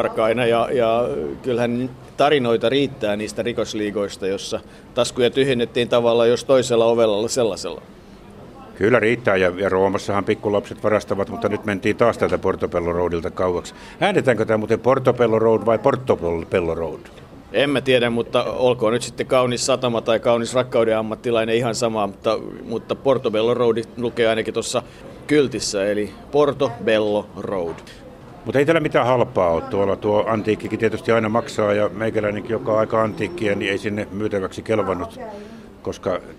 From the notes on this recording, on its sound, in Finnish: Ovat siis suunnanneet kulkunsa lauantaiselle aamukahville Nottinghilliin, jossa perusbrittiläiseen tapaan äänityspäivänä satoi Lontoon reippaasti.